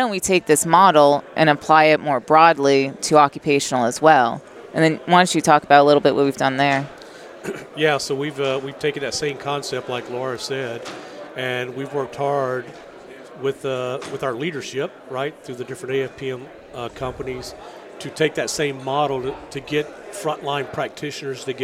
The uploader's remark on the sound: Live at AFPM